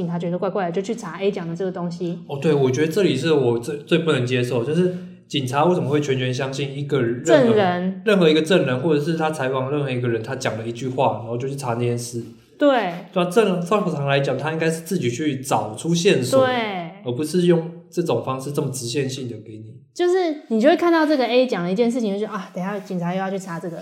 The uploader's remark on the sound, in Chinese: 本次錄音收音設定上有問題，一直錄到衣服的沙沙聲。